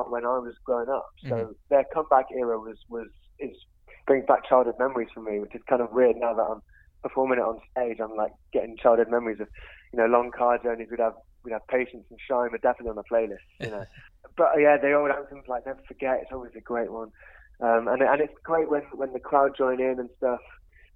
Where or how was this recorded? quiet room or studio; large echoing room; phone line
phone line